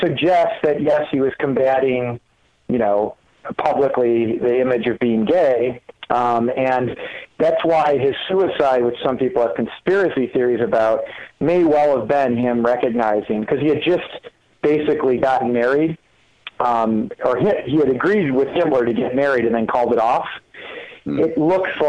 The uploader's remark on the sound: Phone calls.